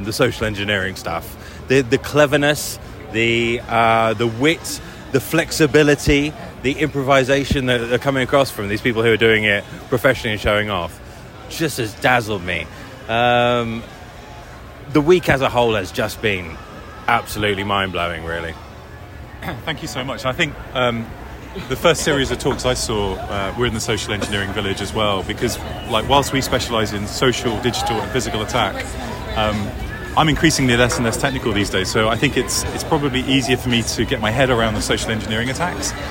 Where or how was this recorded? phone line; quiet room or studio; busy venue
busy venue